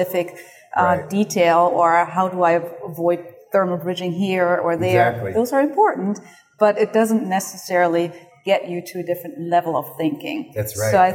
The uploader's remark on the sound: recorded at the PhiusCon 2023